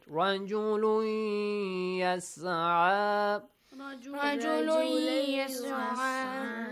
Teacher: رجلون. You merge the sound of un with ya, changes to ya then. رجولي. رجولي.